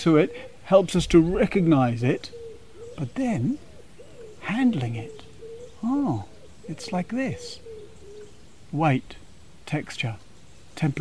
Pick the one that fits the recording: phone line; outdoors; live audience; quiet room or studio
outdoors